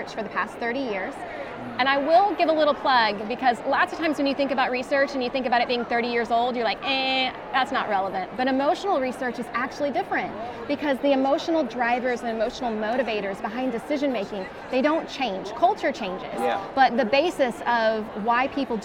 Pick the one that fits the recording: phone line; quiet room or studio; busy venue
busy venue